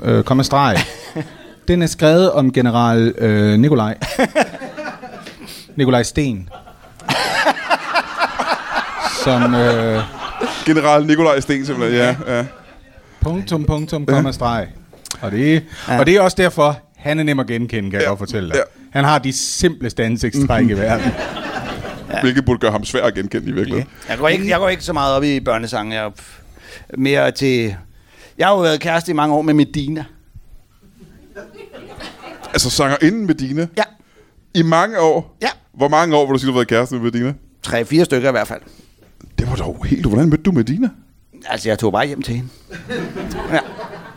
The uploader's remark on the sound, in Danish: LIVE fra Kolding